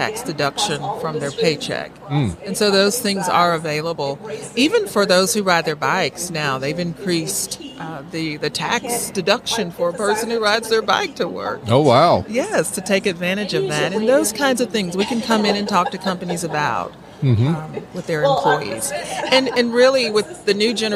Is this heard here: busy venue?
yes